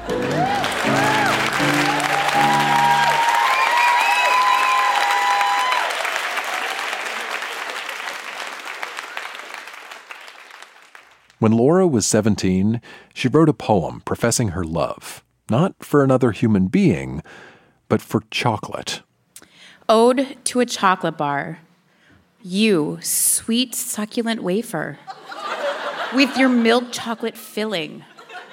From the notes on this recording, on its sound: Recorded live at the Park Theatre in Winnipeg, MB.